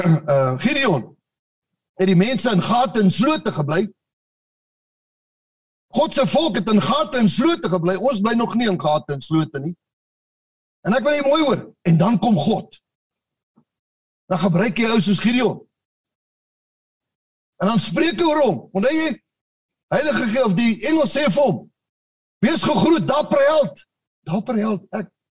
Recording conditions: video call